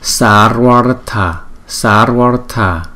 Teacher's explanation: Hai chữ A ngắn liên tiếp với nhau chúng ta ráp lại thành một chữ A dài